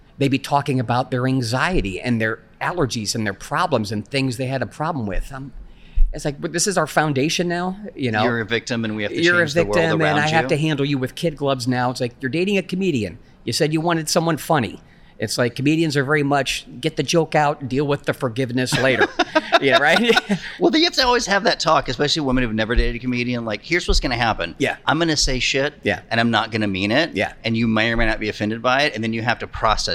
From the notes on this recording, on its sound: On the convention floor, amongst hundreds of vendors, broadcasters and podcasters